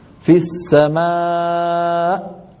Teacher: يفعل بقفل الوترين الصوتيين. إذا قفل الوتران الصوتيان انقطع الصوت فجأة، انقطاع الصوت فجأة هذه همزة